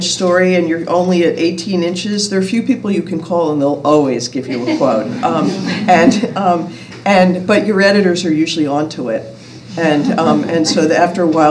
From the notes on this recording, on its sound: In front of a live audience of students and community members at the University of Vermont.